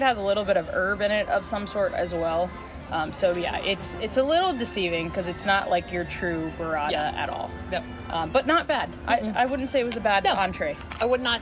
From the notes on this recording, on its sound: Quick Live Review: EPCOT International Food & Wine Festival 2023. Take a quick trip around World Showcase and give us live reviews of a few of the global marketplaces.